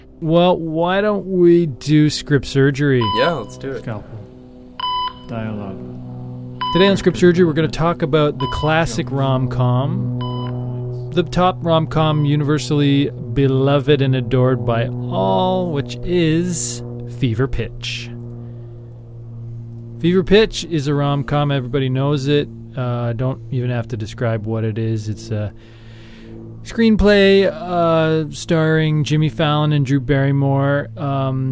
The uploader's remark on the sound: recorded this episode on a plane, flying home from Minneapolis-St Paul